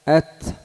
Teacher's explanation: ويحذر عند همس التاء من تقريبها من السين